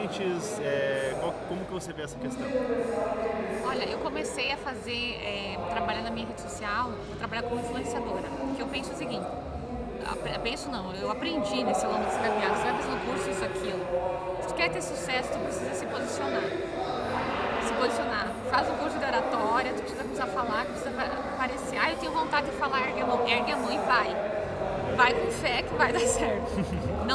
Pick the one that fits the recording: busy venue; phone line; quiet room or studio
busy venue